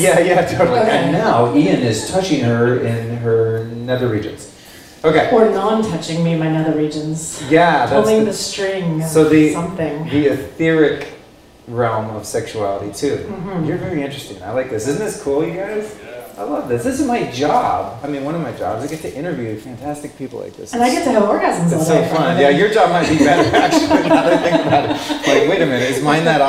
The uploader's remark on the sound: Recorded in front of a live studio audience. At the Bulletproof Coffee Shop in Downtown LA at the 5th Annual Bulletproof Biohackers Conference Kickoff party.